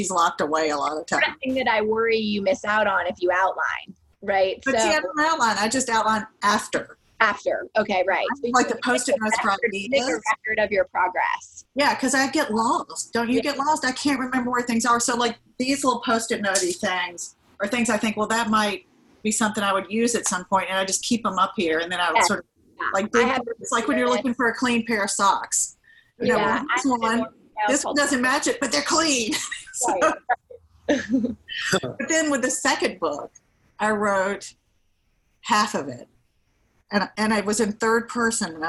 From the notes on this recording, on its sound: A Zoom conversation.